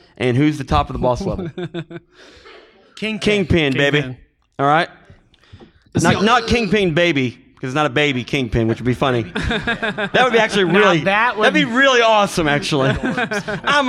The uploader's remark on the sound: It's Kansas City's Planet Comic-Con and our live panel. We had a great crowd.